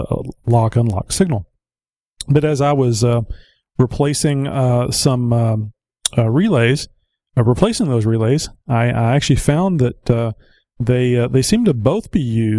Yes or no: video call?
no